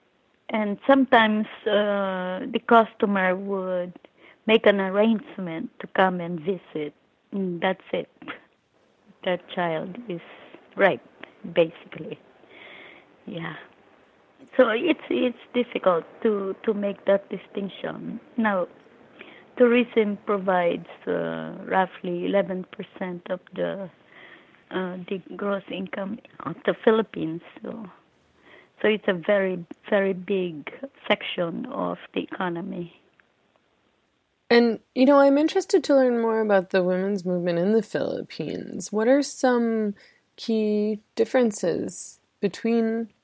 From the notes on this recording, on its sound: over the phone from her home in New York.